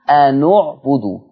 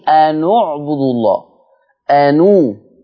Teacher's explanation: ما هو الهمزة نمرة واحد، العين نمرة اثنين، الباء نمرة ثلاثة، يبقى ثالث حرف في الفعل مضموم. ورش يقرأ بتحريك النون بالضم بسبب التقاء الساكنين وسبب اختيار الضم، لأنه سبب الضم هو ضم ثالث الفعل، فعشان الثالث مضموم راح حرك بالضم على طول.